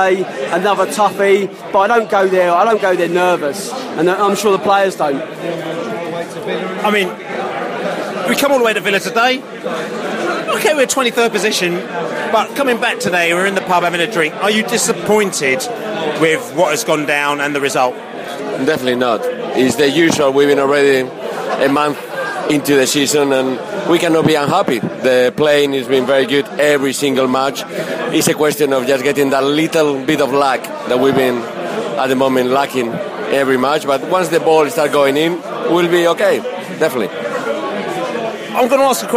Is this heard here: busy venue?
yes